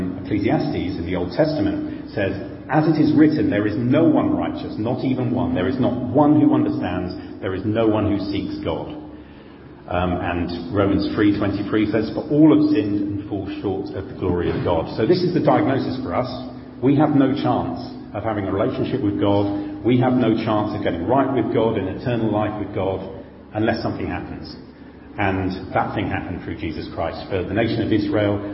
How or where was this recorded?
large echoing room